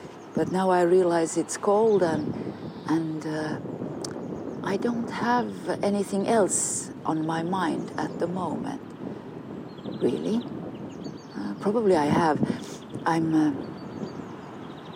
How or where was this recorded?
outdoors